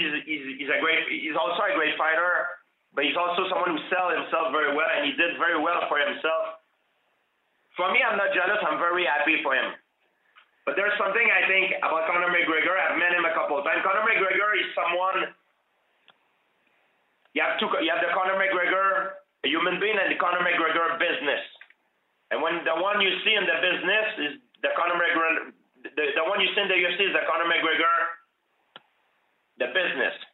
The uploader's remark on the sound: The full audio of the conference call unveiling the Mixed Martial Arts Athletes Association.